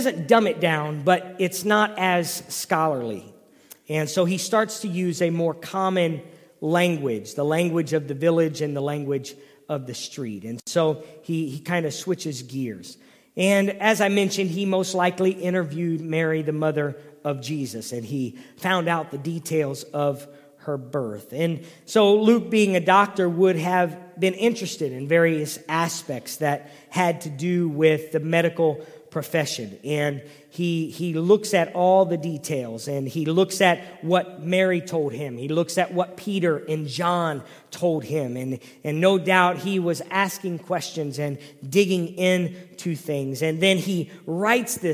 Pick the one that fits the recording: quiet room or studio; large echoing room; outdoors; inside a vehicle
large echoing room